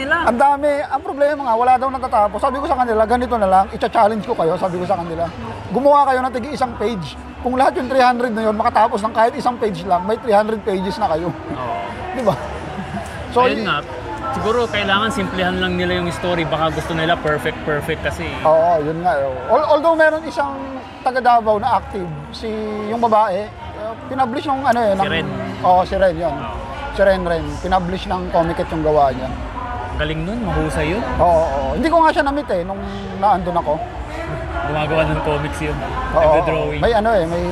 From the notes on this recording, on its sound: This exciting episode was recorded at the prestigious Philippine Book Festival 2023 held at The World Trade Center, Pasay City.